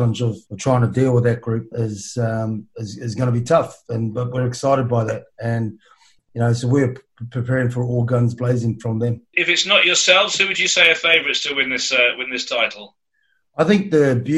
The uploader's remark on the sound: sits down (virtually)